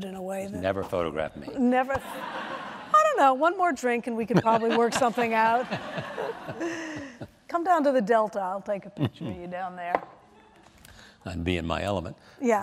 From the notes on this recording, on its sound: 92Y Talks. In front of a live audience at New York’s 92nd Street Y.